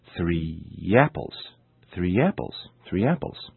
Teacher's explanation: when the words three and apple are linked, it sounds as if there were an additional Y sound, y, between the words · Term: sound linking